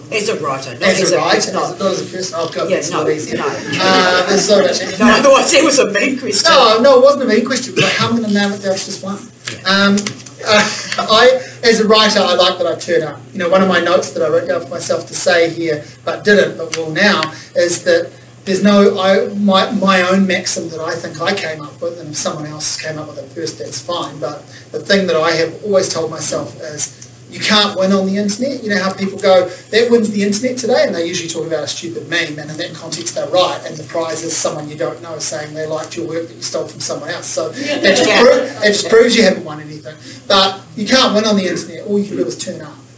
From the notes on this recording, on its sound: A talk I gave at the 2020 Manawatu Writers Festival